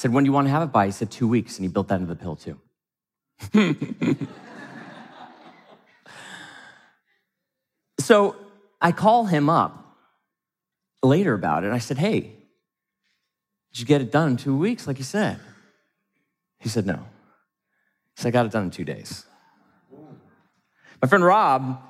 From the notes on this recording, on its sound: from the stage of Mindvalley’s A-Fest